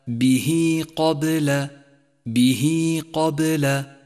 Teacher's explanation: هاء الضمير قبلها حرف متحرك وبعدها حرف غير الهمزة، نمد الصلة هنا حركتين · Term: مد الصلة الصغرى